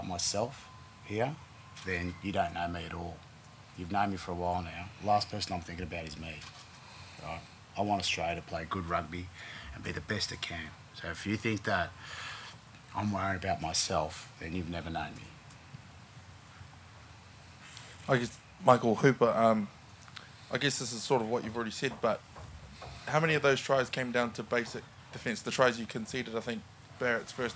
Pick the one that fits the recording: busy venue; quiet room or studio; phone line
busy venue